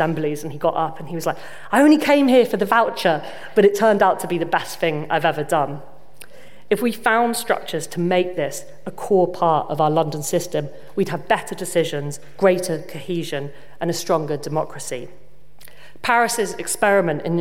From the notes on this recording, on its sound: given to an audience of 300 at RIBA in Portland Place.